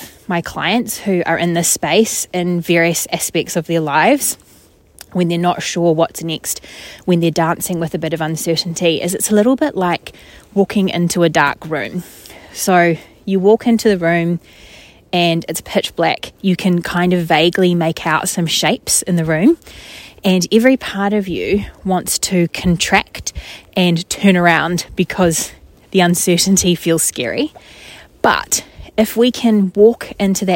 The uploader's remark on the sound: More nature sounds, probably. “just record it in the forest!” (a place I love to go walking).